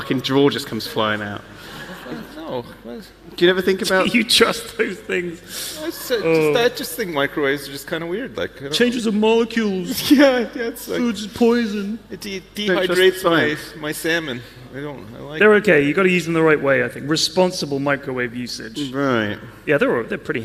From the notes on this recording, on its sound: Live from YogCon